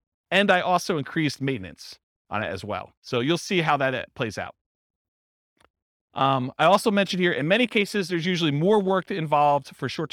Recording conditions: live audience